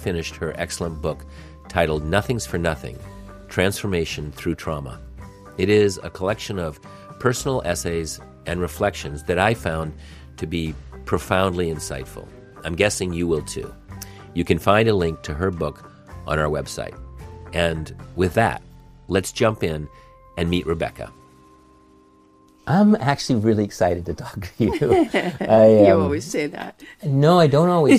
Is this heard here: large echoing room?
no